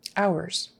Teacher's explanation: And that final S again is pronounced as a Z.